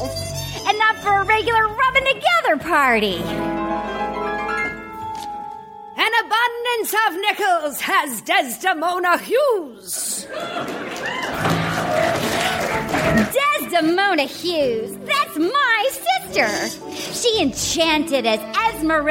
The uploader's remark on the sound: Recorded Live 1/10/2014 at Largo, Los Angeles.